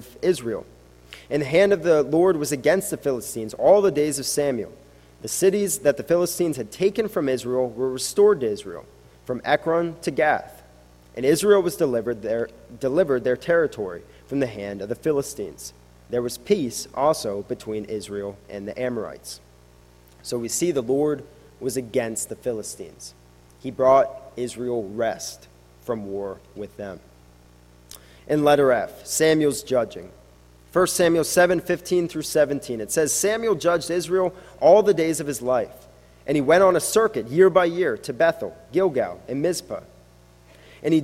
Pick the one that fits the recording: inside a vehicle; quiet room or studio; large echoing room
large echoing room